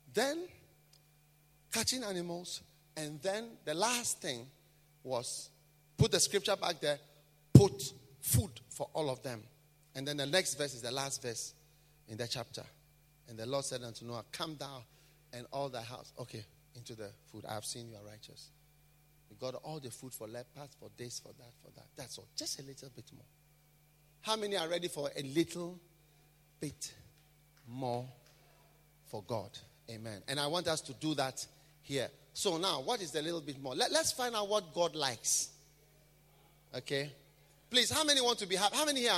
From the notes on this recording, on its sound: Preached at a BENMP service in London, UK